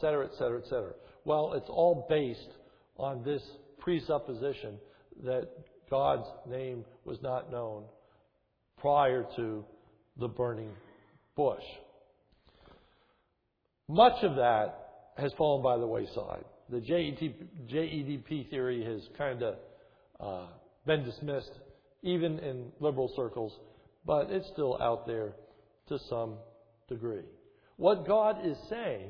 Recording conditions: large echoing room